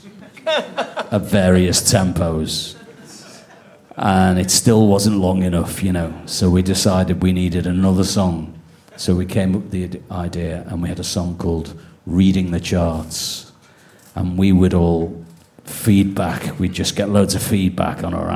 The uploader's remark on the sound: This podcast was recorded in front of a live audience at 21Soho in London on October 30th, 2023.